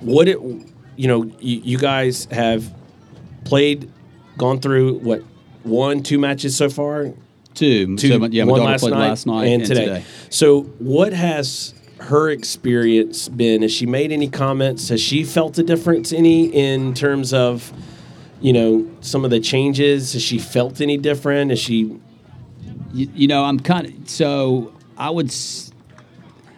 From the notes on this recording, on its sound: Live at the Eastern Shore Premier Cup